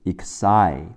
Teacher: X 的思和 S I 的思两个连在一起